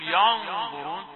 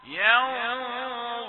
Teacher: الياء رقيقة، الغنة بعدها مفخمة · Shown in: second take